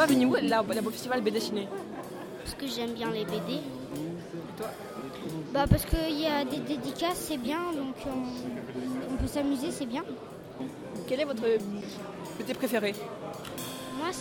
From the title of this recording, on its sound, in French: Micro Trottoir au Festival Bédéciné